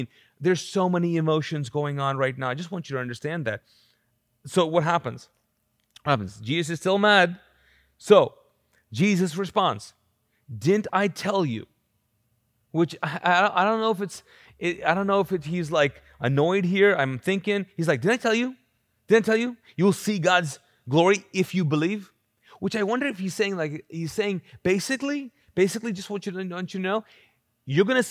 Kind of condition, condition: setting, large echoing room